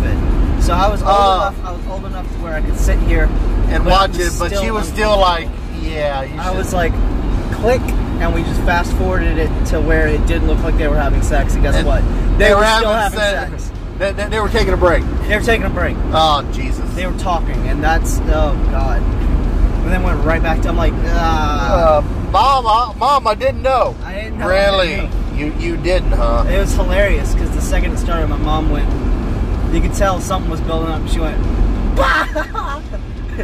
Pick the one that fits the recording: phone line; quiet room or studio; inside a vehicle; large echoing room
inside a vehicle